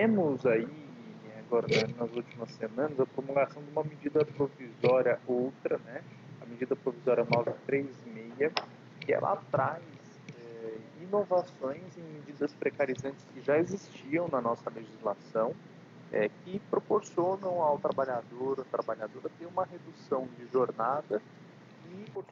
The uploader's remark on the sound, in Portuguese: Em isolamento social durante a quarentena. À DISTÂNCIA por áudio conferência.